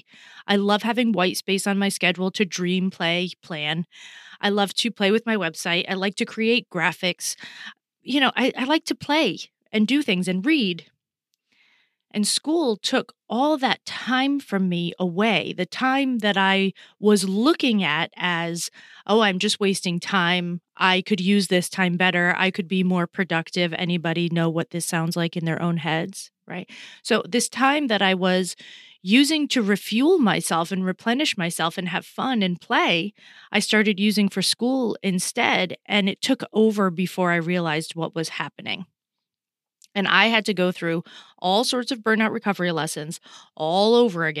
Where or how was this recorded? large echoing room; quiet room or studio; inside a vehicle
quiet room or studio